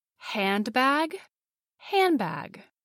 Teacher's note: The sound becomes m, a combination of a nasal sound and the labial sound. The d sound is then dropped.